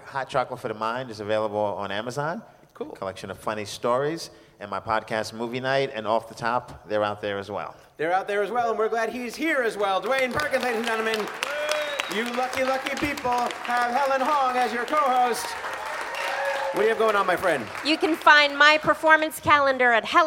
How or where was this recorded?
busy venue